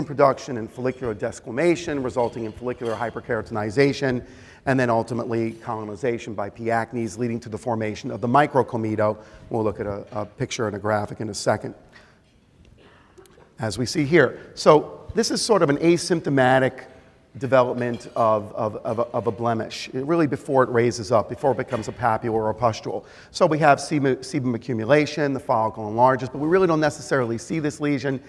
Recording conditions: live audience